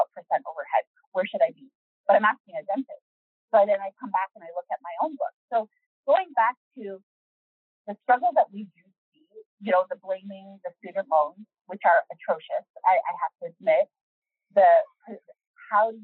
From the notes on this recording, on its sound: We are aware of the audio issues in this episode